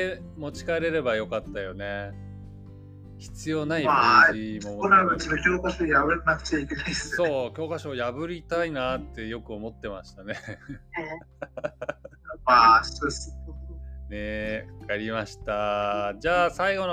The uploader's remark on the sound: This session is on Discord. Please understand that the audio is a little bad.